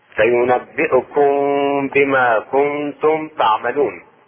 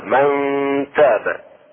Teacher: إخفاء النون الساكنة مع التاء، كنتم حركتين مع الغنة، إخفاؤه حركتين مع الغنة.